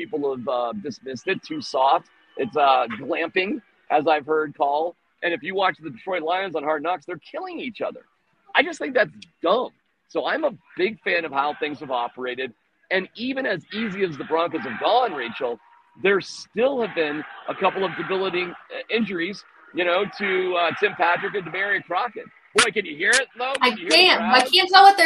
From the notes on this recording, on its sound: The Cowboys are in town! Live from UC Health Training Center as the joint practice gets rolling!